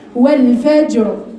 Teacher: مكسورة المفروض هترقق بس امتى؟ في حال الوصل لما هقف عليها هفخمها ليه؟ لان قبلها ساكن هبص على قبلها مفتوح يبقى انا هعمل · Term: الراء